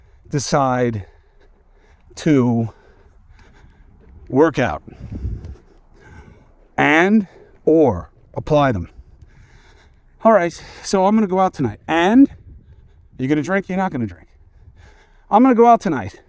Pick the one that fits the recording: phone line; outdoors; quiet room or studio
outdoors